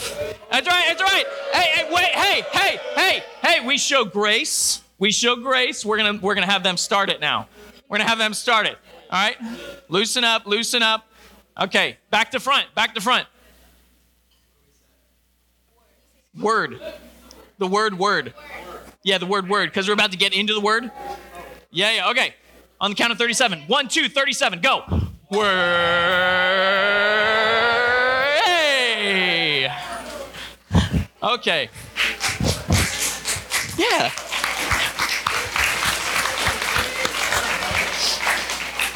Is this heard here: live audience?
yes